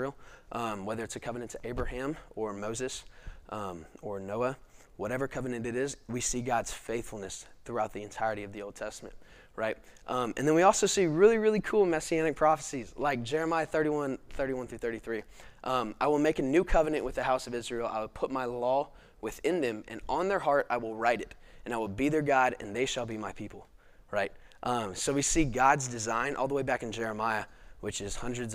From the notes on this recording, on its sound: This video is from our 2021 Fall lecture series responding to Gospel Objections.